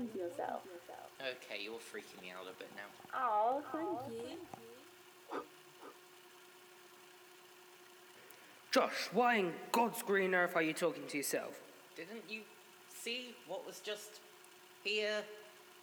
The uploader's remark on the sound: whiles uploading the audio the sound came out quieter then the audio file for some reason and i'm no able to fix it, sorry for any inconveniences.